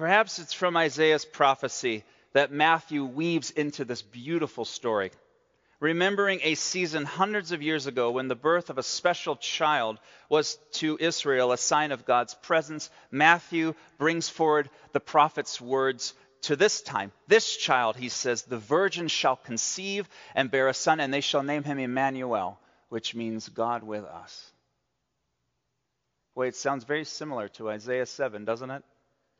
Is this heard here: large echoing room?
yes